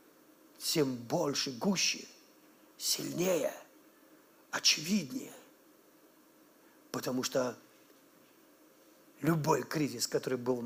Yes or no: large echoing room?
yes